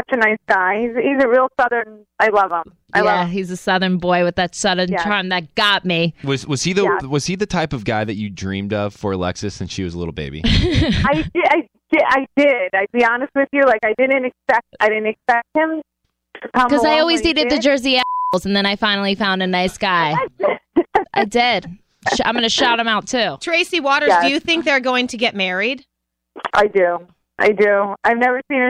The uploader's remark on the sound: call in to share some great news!